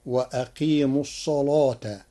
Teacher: قرأ ورش كلمة الصلاة بتغليظ اللام لوجود الصاد المفخمة قبلها فتصير وأقيموا الصلاة.